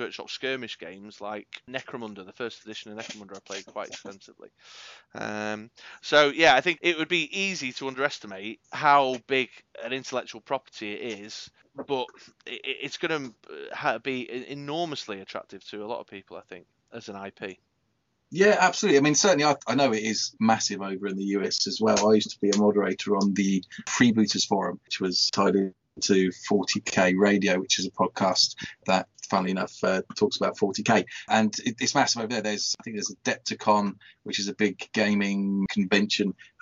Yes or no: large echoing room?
no